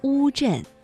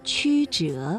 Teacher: 读乌的时候，舌面的后部是抬高的，而吁呢，舌面的前部是抬高的。